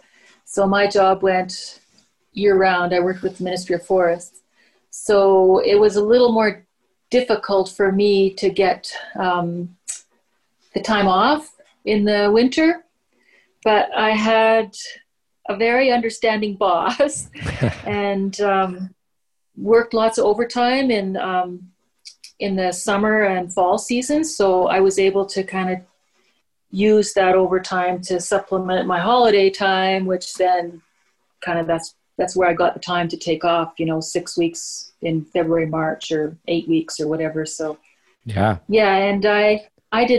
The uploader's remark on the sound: I sit down on a Zoom call with an iconic couple out of Prince George, BC.